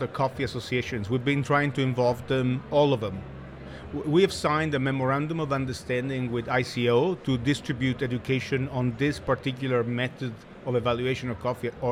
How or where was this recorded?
busy venue